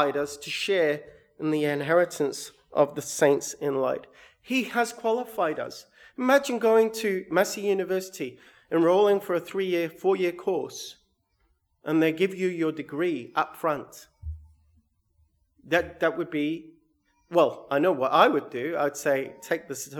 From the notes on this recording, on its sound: sermon recorded 7/8/22